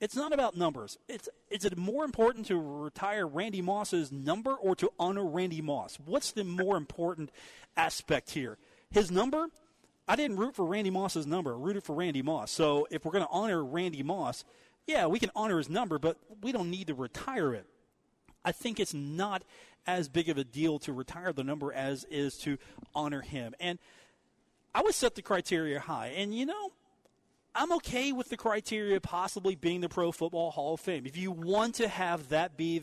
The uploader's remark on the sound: coming to you live from the Union Pub & Grill.